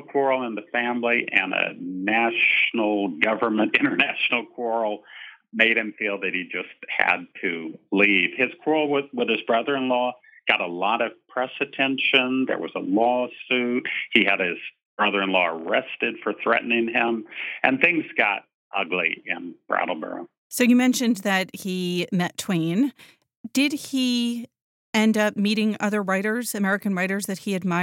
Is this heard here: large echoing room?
no